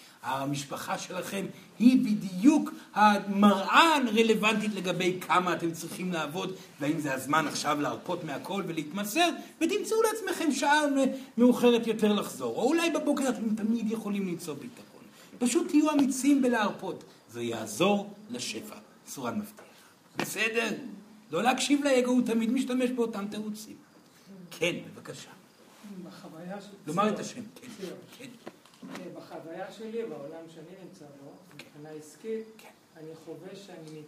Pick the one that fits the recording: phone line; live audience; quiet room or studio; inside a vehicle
live audience